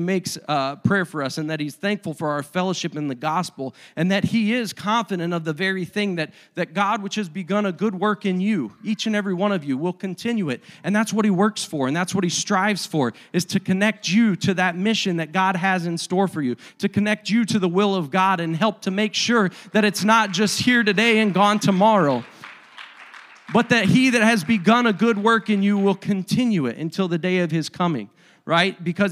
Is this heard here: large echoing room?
yes